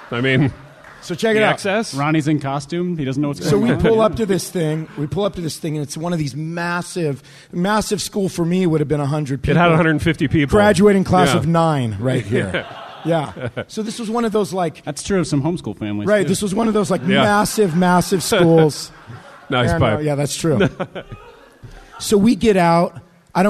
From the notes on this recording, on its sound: LIVE IN INDIANAPOLIS